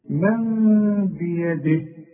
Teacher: النون الى ميم واخفيها وغنها، والغنه بمقدار حركتين لا تزيد ولا تنقص